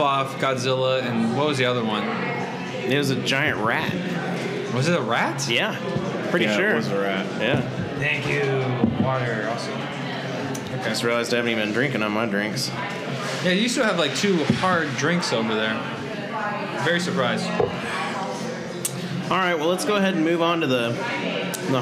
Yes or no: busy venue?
yes